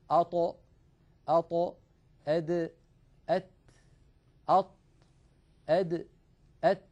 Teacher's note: هذه الثلاثة الأحرف تخرج من طرف اللسان ومن فوق من اللحم الذي نبتت فيه الأسنان، يعني من لحم اللثة · Term: حروف الطاء والدال والتاء